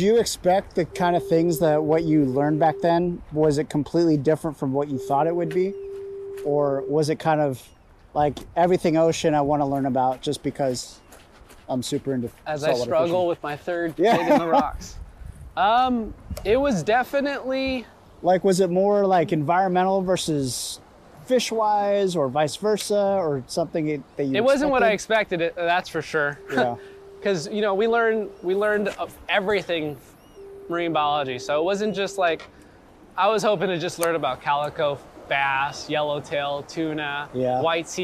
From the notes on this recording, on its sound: Recorded while fishing the LB Wall!